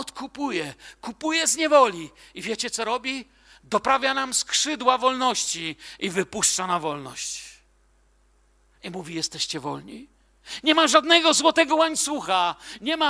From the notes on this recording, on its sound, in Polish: Wykład nagrano podczas wieczoru z Bożym Słowem w Kościele „Filadelfia” Bielsko Biała.